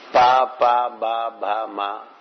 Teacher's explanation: If you say pa, they are with the lips, labials.